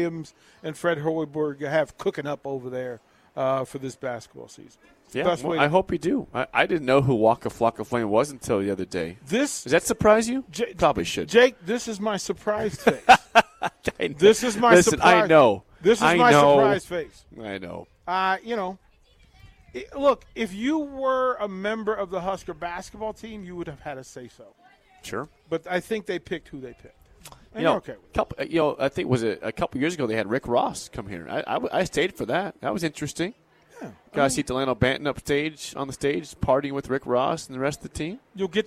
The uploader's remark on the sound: Live from Barry's - September 30th, 4:45pm